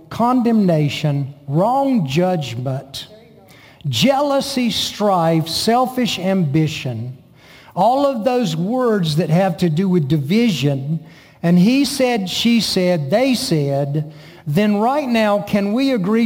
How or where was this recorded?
large echoing room